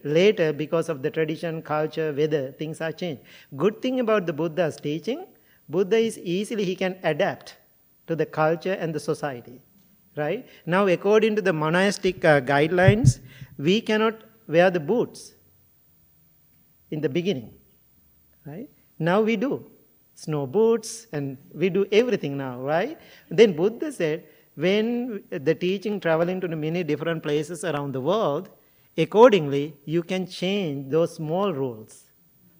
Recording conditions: large echoing room